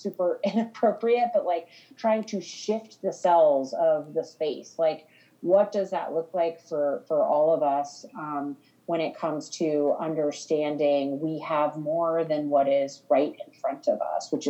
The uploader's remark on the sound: we apologize for any sound interruptions or hiccups in quality as we are both at home and record over a zoom call for each episode